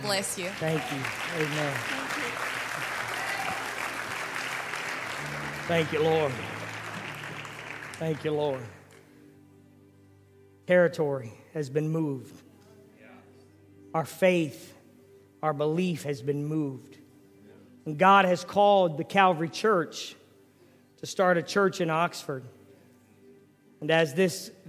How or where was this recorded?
large echoing room